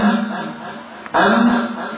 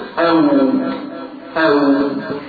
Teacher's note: الميم والباء والميم والواو من الشفتين